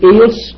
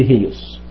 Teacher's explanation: بتنطق هيوس، وليست إيوس لوجود تنفس هائي · Shown in: second take